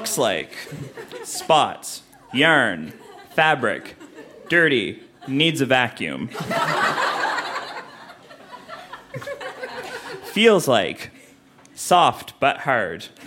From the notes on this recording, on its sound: Recorded live at The Company House in Halifax.